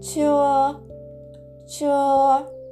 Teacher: 発音記号は CHE 第一声高く平たく伸ばす音になります CH で始まっているのでこれは反り舌音と言いまして口の中で舌を上向きに反り上げてその左右の隙間から「チュ」と発音します「チュー」「チュー」これが「車」という文字の発音になりますなので、えー、我下中であの文字通り車から車を降ります。私は車を降りますという意味なんですね。ですので、こういうふうに、えーと、叫んでみてください。司機、我下中。司機、我下中。司機、我下中。司機、我下中。こんな風に言うと、えー、きっと気がついてもらえると思いますので恥ずかしがらずに大きな声で叫んでみてください。はい、でですね、ちなみにあ